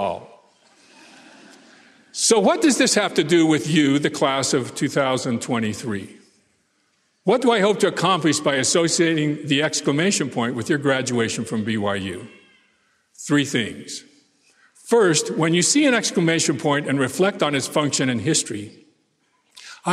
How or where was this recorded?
live audience